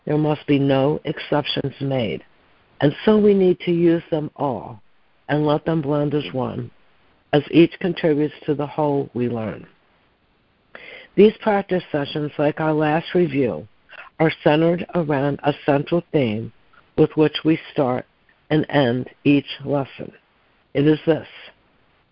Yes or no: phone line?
yes